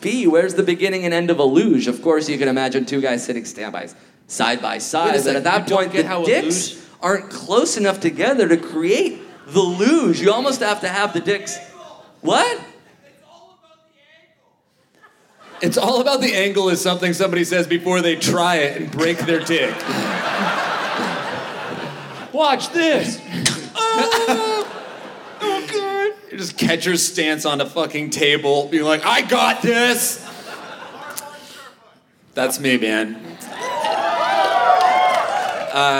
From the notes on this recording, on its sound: Recorded Live at the Vogue Theater as part of Just For Laughs: Vancouver!